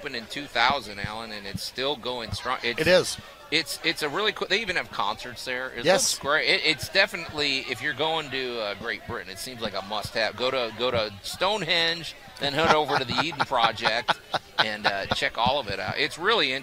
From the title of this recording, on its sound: Live From The 2023 Cooper-Young Festival